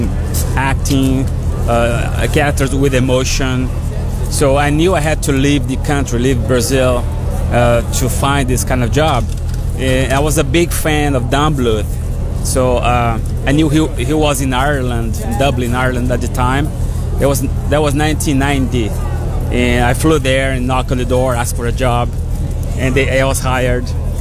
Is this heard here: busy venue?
yes